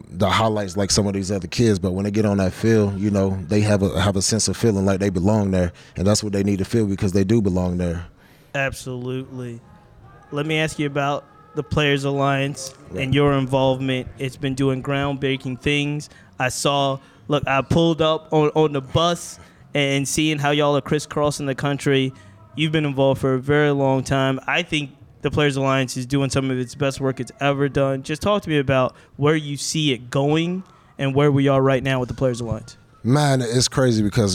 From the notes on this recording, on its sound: This podcast was recorded live at the 2023 Game Changer Awards.